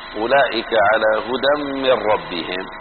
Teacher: وقد أدغمت النون في الراء بغنة وبغير غنة